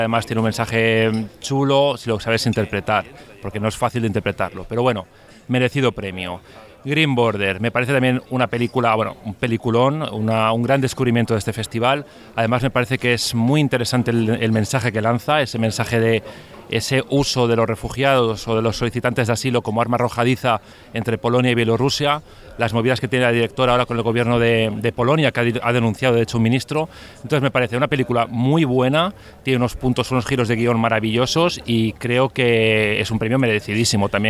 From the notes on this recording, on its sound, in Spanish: En nuestro último episodio desde el Lido -grabado en el final de una cena en la que abundan los tartufos y los negronis.